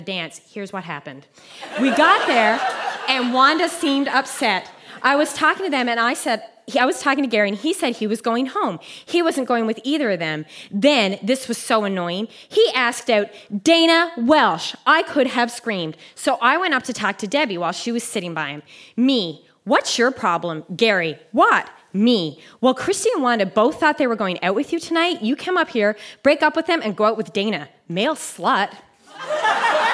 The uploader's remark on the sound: Recorded live at the Spice Factory in Hamilton, Ontario.